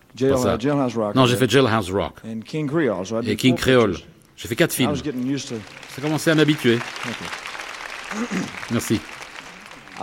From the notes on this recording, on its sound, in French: Voici des enregistrements d'extraits backstage, de quelques concerts mythiques.